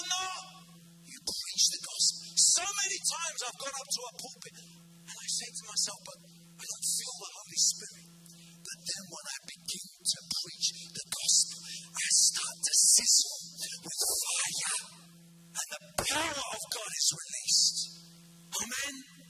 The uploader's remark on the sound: preaching at a Church in Thailand